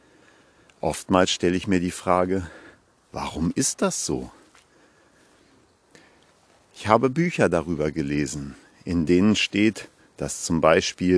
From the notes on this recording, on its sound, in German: Achtung: live im Wald gesprochen- kann Spuren von echter Waldenergie enthalten. Live aus dem Wald.